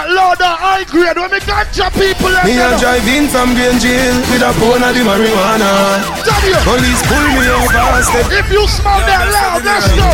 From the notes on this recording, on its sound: Live audio inside Lip sticks and things after party.